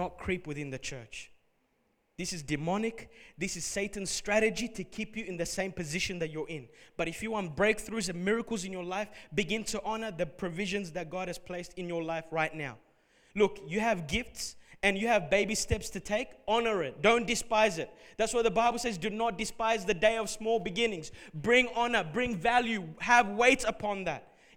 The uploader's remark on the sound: Recorded at Revive Church Melbourne